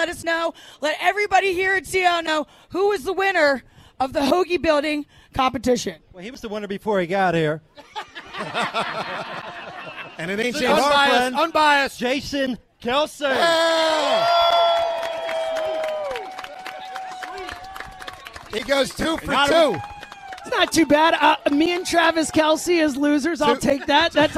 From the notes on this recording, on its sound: Go Birds! LIVE In Sea Isle.